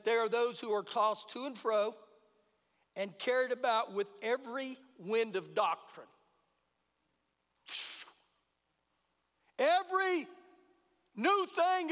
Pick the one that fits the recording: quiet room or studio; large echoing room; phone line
large echoing room